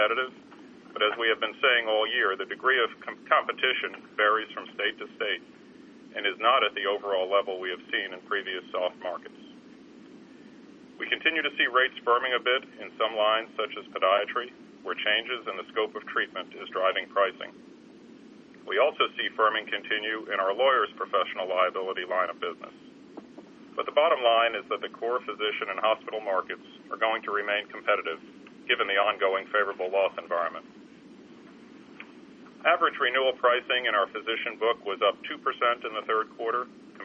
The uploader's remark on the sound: ProAssurance Earnings Conference Call, Third Quarter 2012.